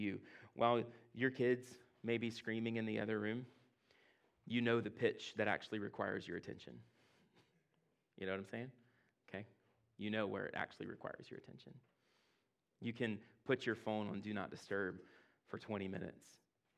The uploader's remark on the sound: at Impact Church in Fredericksburg, VA